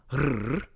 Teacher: Rhotic consonants can be trilled or rolled, as in rrr